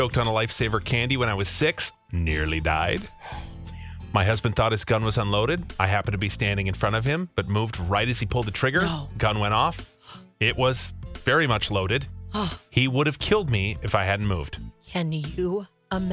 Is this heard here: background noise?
no